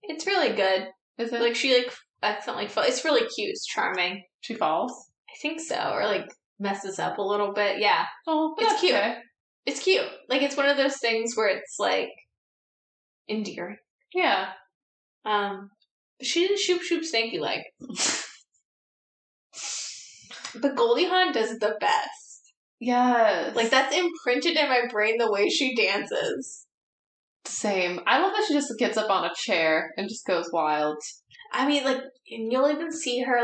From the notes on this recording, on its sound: Note: sorry for the audio quality, the mercury retrograde really took a toll on us!